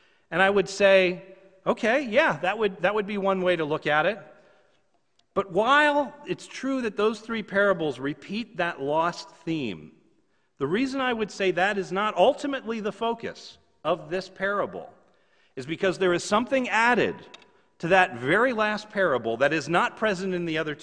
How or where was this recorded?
large echoing room